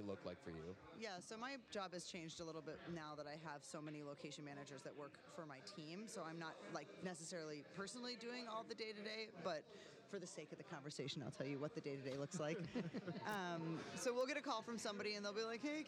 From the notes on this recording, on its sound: We're live at the Arrogant Frog Bar.